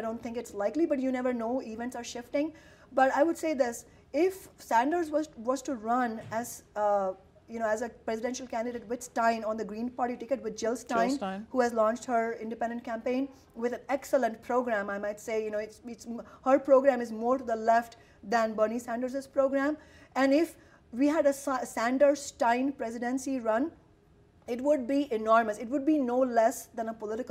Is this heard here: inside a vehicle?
no